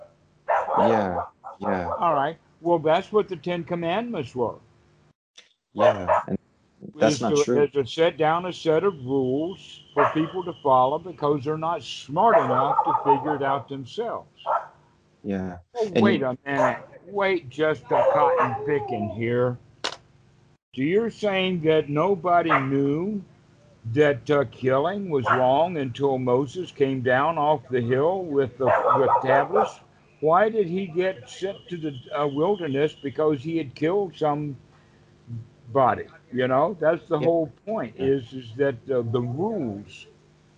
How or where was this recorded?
video call